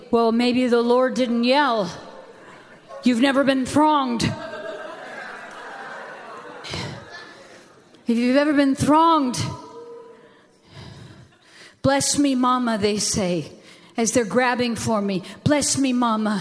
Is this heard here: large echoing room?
yes